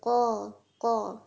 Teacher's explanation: जबान की जड़ ऊपर जाकर नरम हिस्से पर जब लगती है ना तालू के, जो कि बिल्कुल कव्वे के पास ही है, तो तब कौफ अदा होता है · जब हम कौफ को अदा करते हैं तो जबान की जड़ ऊपर कव्वे के पास जाकर लगती है · Term: हैवी वाला जो ये कौफ